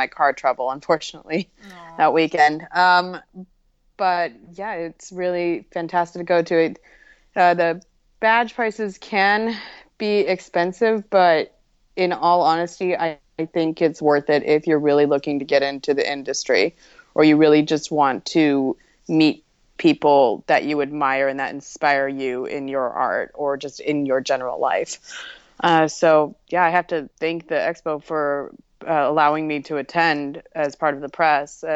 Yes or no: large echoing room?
no